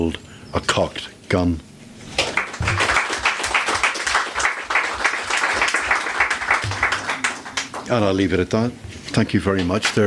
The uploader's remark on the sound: Recorded live on Poetry Day Ireland April 27th 2023 at the Snug, Mountshannon.